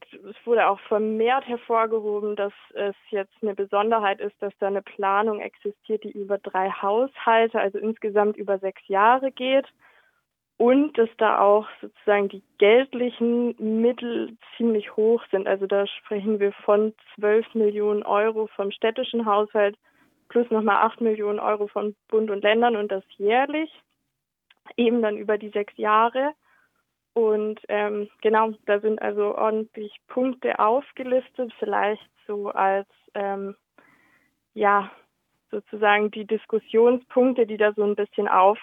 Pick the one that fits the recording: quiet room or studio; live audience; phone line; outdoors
phone line